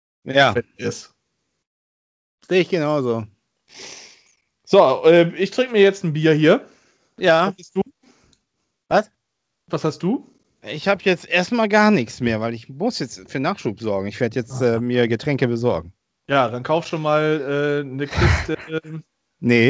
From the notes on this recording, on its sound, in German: Aufgezeichnet am 12.05.2021 via Skype